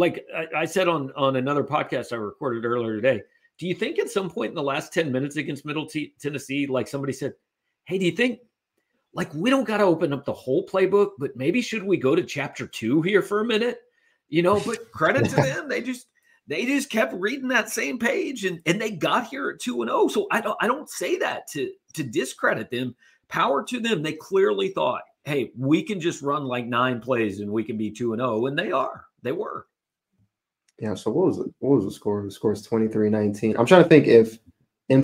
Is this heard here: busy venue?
no